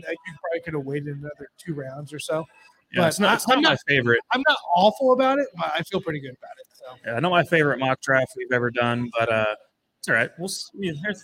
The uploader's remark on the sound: Chiefs Draft Buzz LIVE at Limitless Brewery.